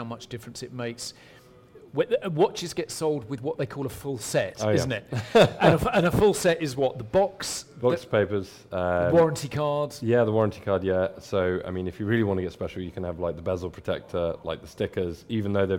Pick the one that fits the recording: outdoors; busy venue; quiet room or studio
busy venue